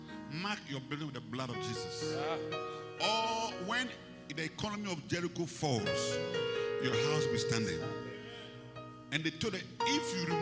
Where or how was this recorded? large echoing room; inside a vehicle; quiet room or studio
large echoing room